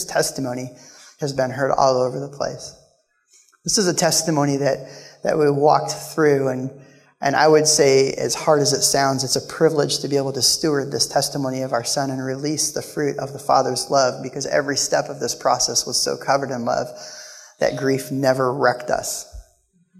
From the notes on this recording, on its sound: Live from The Summit Church in Dover, OH